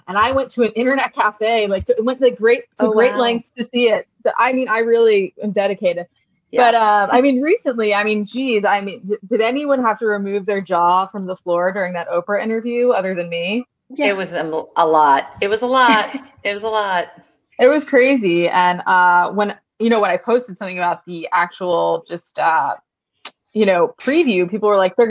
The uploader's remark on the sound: Bare with us and some audio issues